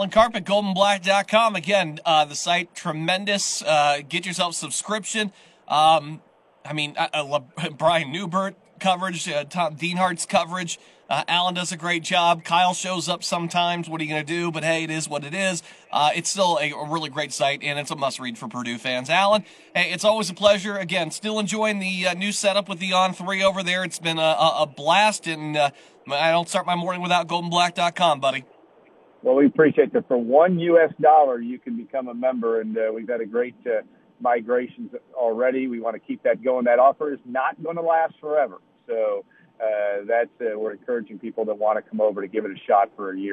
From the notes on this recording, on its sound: both call